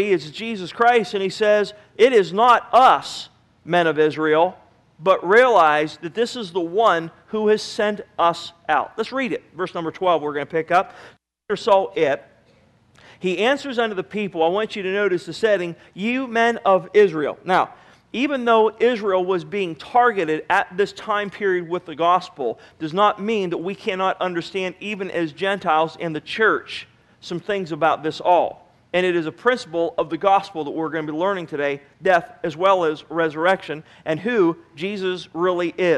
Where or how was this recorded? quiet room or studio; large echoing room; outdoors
large echoing room